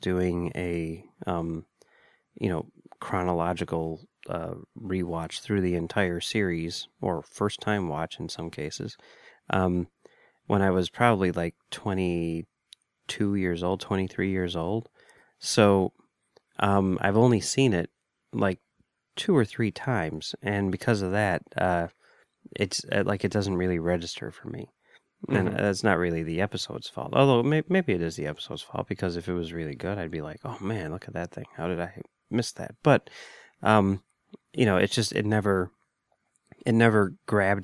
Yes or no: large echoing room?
no